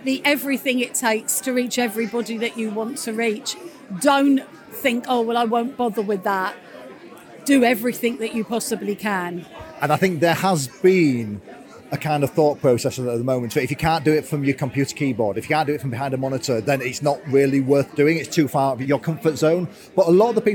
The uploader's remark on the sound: Live from Vegfest Brighton. Takes his roving microphone to search out our Vegan Business Tribe members who were exhibiting at Vegfest Brighton in the UK.